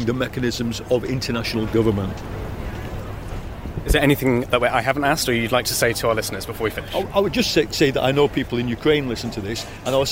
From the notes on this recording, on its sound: we go live to the Labour Party conference in Liverpool